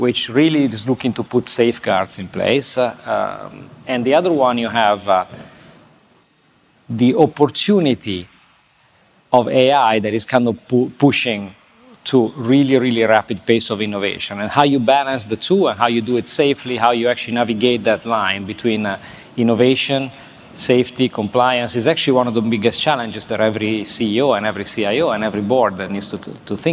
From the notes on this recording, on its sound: This interview was recorded at Fintech Nexus USA in New York City on May 10. This interview was recorded at Fintech Nexus USA in New York City.